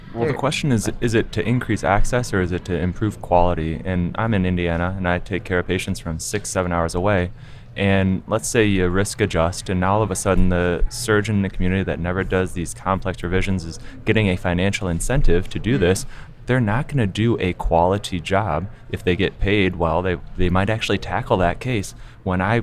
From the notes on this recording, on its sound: recorded at the 2021 AAHKS Annual Meeting